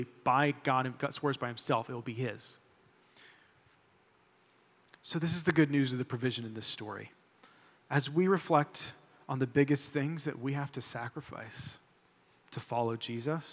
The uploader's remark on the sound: Delivered this sermon during our July 23, 2023, Sunday worship service.